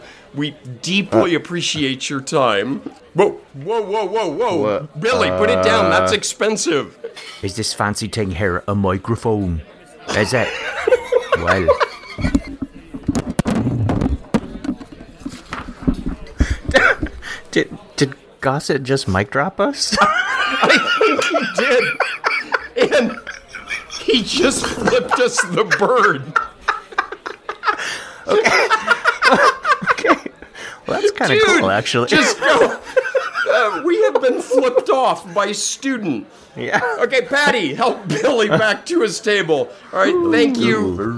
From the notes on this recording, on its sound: Live from The Rusty.